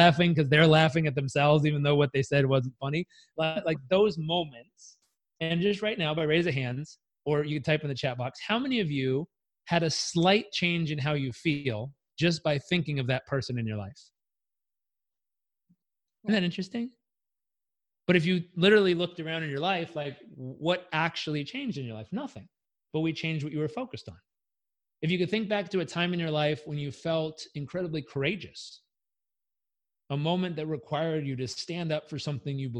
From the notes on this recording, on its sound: I hosted daily ZOOM meet-ups called the "Daily Community Meetup" - the recordings were posted here on the podcast